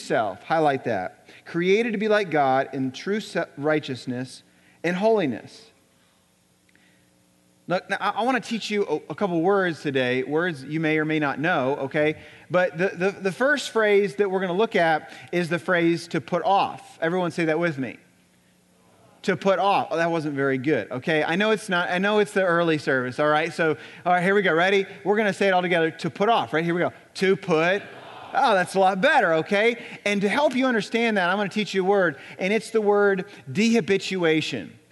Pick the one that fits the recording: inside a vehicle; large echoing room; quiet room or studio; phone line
large echoing room